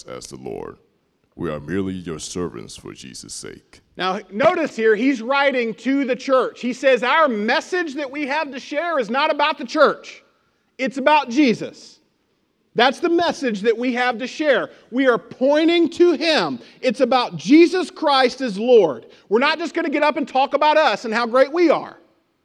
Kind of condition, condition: setting, large echoing room